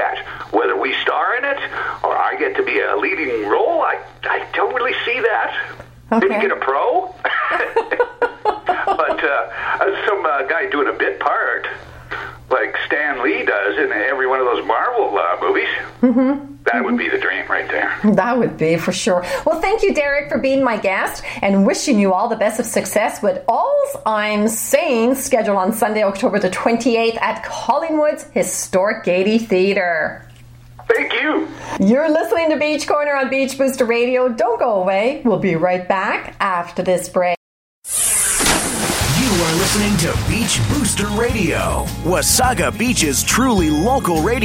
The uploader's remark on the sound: via phone